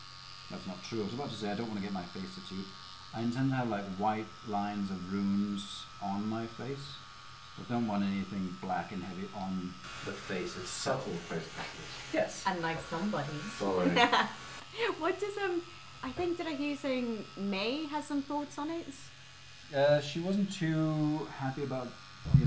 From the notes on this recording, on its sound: We apologise for the sketchy audio. I forgot to record from my mic....